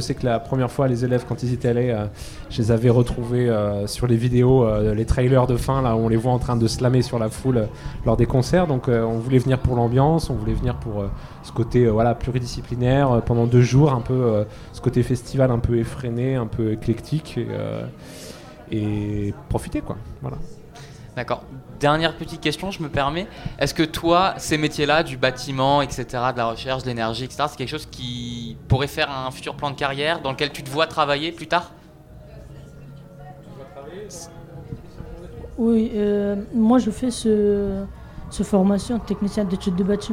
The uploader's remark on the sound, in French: Les 10 et 11 mai 2023, Delta Fm est allée au Nouveau Festival à Cenon (33) pour donner la parole aux lycéens porteurs de projets, venus présenter leur travail.